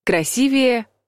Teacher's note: В прилагательном «красивое» ударение падает на второй слог. В его превосходной и сравнительной степенях тоже.